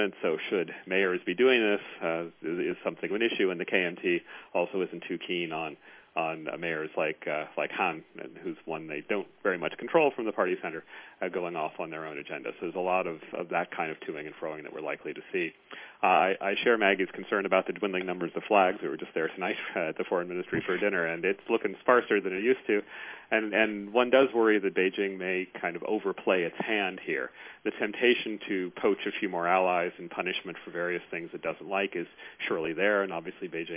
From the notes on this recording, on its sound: The National Committee convened a teleconference call on November 30. Called in from Taipei.